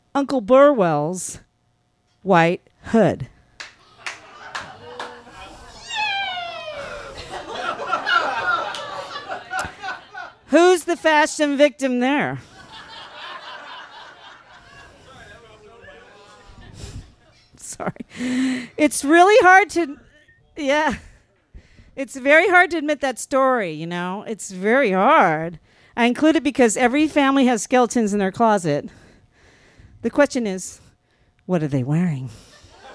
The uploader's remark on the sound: This story was recorded live on 6 May 2017 at Tiger!